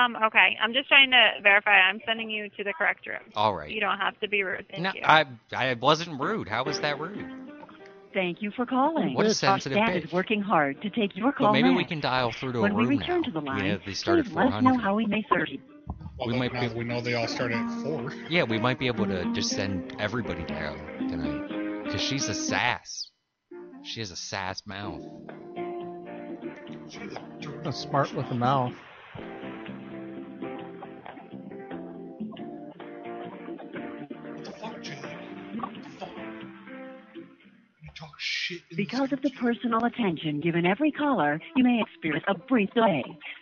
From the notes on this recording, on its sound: Prank Phone Calls Collection